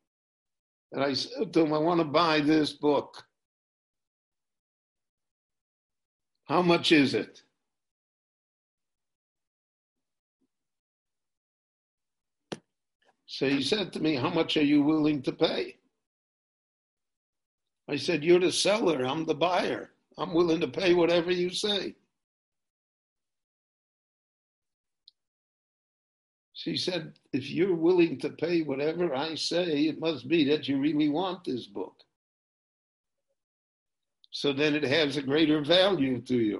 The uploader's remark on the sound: This lecture on Pirkei Avot- Ethics of the Fathers was recorded LIVE via Zoom in Jerusalem on August 9, 2020.